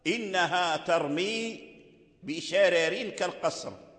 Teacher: الشين مفتوحة والراء مفتوحة، فالراء مفخمة، ولكن نظرنا إلى كسر الراء الأخيرة بشرارين، الراء الأخيرة مكسورة والكسر يوجب الترقيق، لكن السبب تأخر.